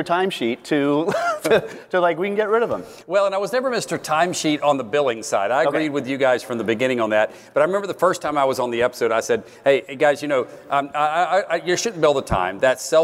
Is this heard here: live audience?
yes